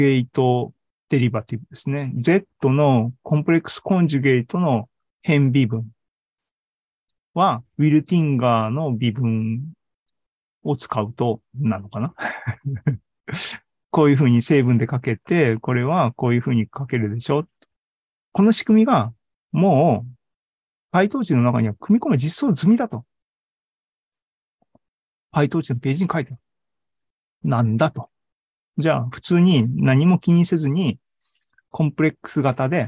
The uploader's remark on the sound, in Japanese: ２０２２年１１月３０日に開催した ZOOMライブの模様です